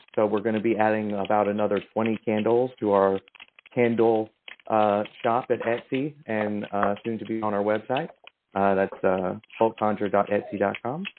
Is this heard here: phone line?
yes